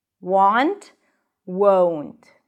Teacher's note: if you don't get to the W sound, if you don't pronounce the diphthong, it's going to sound like want.